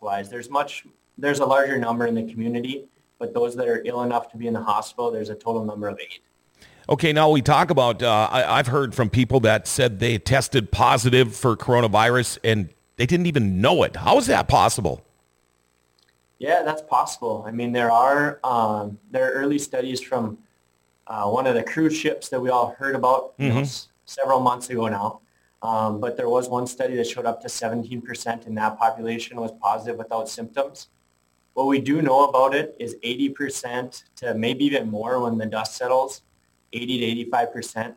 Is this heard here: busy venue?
no